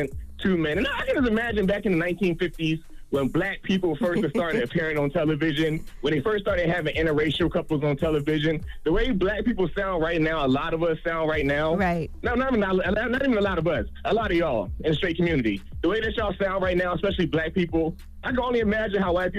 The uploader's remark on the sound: we opened up the phone lines